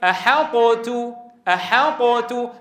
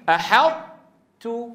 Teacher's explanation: نحن ندغم إدغاما ناقصا، فنقول لأنه إدغام للقوي في الضعيف أحطت، فنطبق على طاء ونجافي عن تاء · Shown in: second take